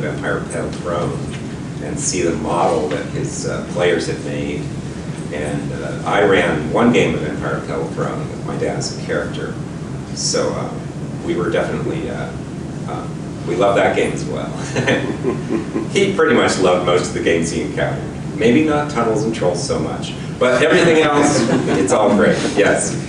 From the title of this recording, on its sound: Seminar at NTRPG Con 2-16